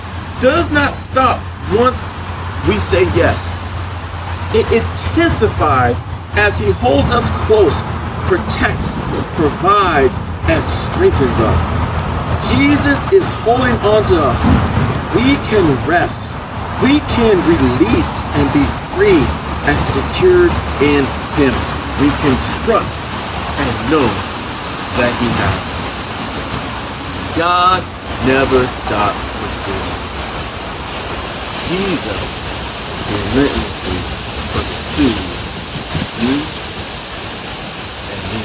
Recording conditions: background noise